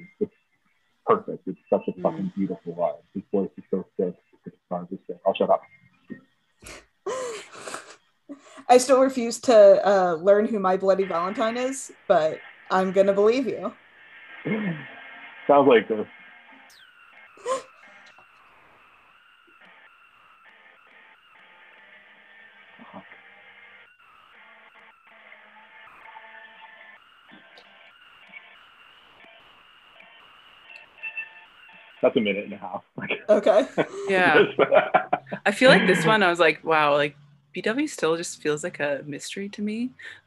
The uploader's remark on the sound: The audio is all over the damn place. The first half hour is super listenable tho - promise.